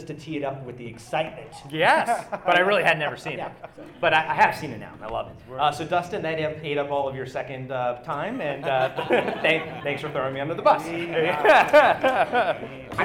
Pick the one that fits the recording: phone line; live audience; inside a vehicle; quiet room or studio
live audience